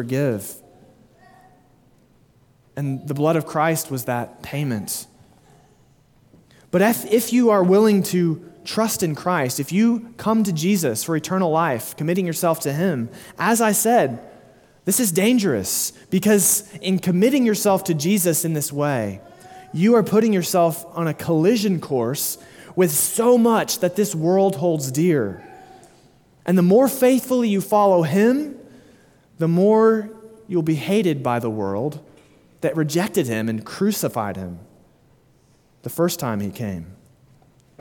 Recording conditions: large echoing room